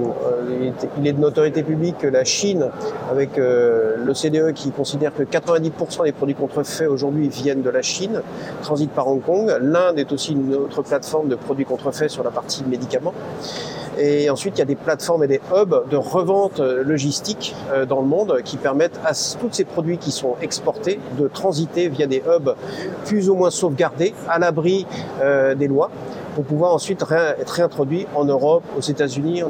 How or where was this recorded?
busy venue